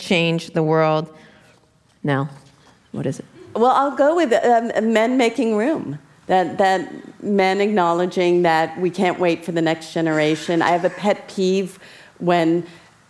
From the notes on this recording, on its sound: In front of a live audience in San Francisco.